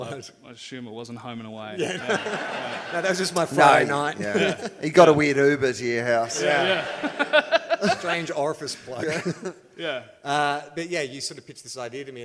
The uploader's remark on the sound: Live At The MICF. For a live recording at the Melbourne International Comedy Festival.